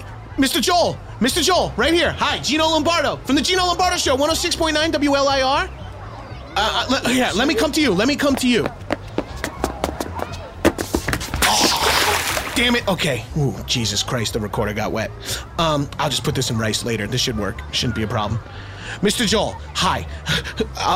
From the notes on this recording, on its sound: live from the WLIR tent at the Splish Splash water park in Riverhead